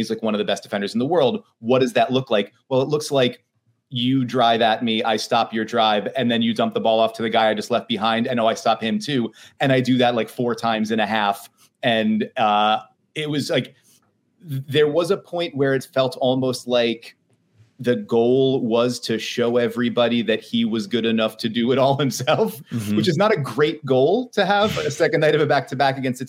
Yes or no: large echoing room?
no